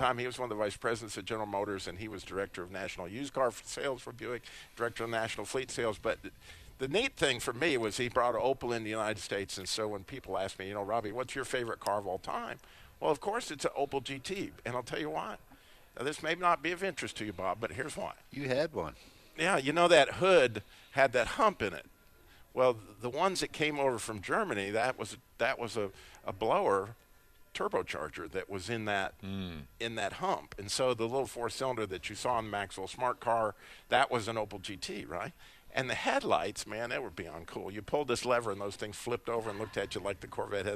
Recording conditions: busy venue